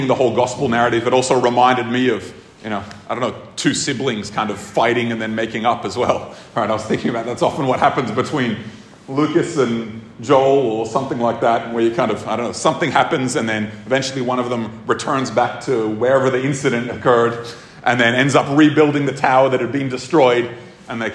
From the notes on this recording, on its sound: This episode was recorded at a Thrive Community gathering on 13th August 2023.